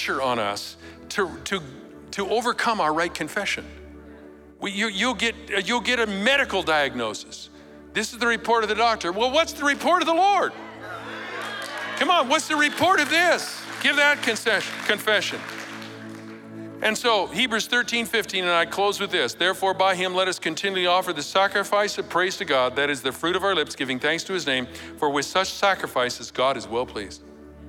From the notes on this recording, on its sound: Recorded live at Capital Church in Meridian, Idaho on December 3, 2023